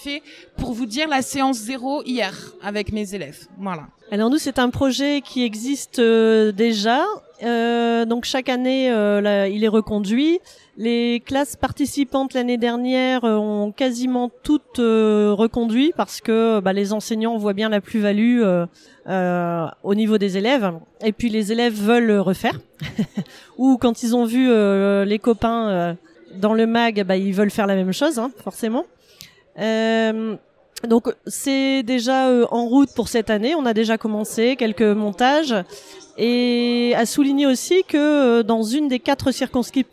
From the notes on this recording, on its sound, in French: Un expresso d’Educatech Expo. Retrouvez ce deuxième épisode enregistré à Educatech Expo avec mes interlocutrices.